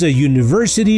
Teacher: Si bien comienza con U, el fonema que escuchamos al pronunciarla es Y, sonando el inicio como consonante.